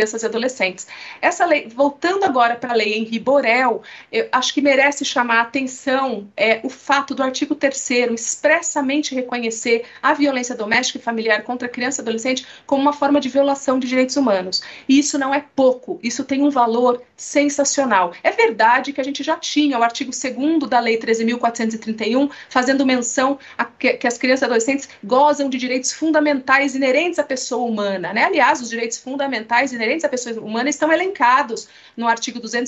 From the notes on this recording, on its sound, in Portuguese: O assunto foi debatido no webinar realizado pela Escola, em parceria com o Ministério Público de São Paulo.